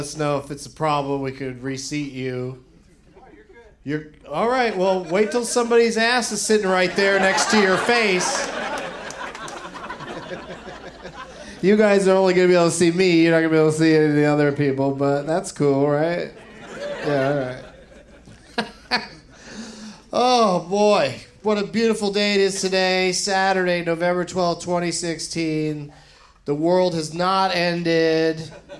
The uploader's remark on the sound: Live from The Punch Line in Sacramento